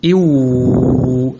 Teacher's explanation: لذلك قال للشفتين الواو باء ميم، الواو والباء والميم تخرج من الشفتين. الواو رخوة طبعا، لذلك تخرج من فراج الشفتين بتكويرهما، أي بصورتهما على شكل مكور كيف كرة مثلا.